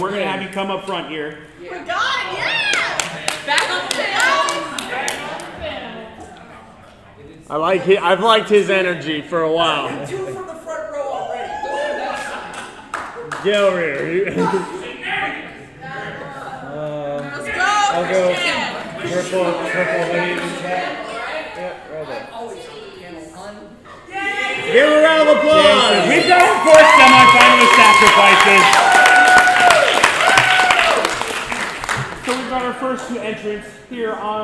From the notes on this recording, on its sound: Anime Iowa Panel. The audio from our panel from Anime Iowa.